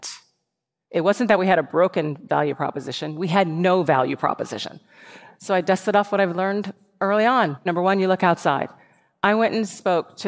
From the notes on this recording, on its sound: Recorded live at the Masters of Scale Summit in San Francisco.